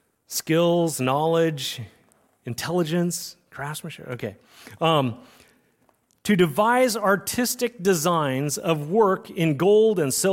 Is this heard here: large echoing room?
yes